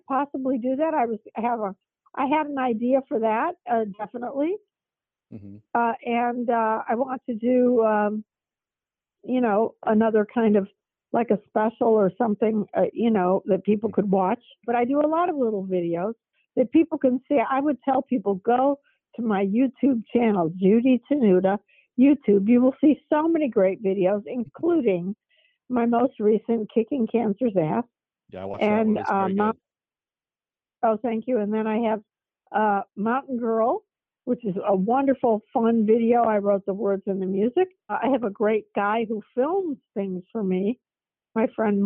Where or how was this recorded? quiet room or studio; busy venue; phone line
phone line